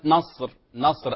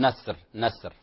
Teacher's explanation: لكن انتبه إلى كلمة نصر، نصر الصاد فيها استعلاء وفيها تفخيم · Shown in: first take · ولا نقول نصر نصر، فهذا خطأ أو لحن قد ينقلب إلى لحن جلي تغيير الكلمة.